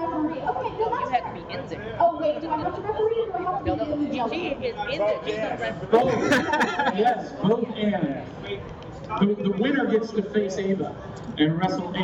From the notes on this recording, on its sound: Live From Geekonomicon 2015. The team is all LIVE in the same room for the first time in our broadcast history!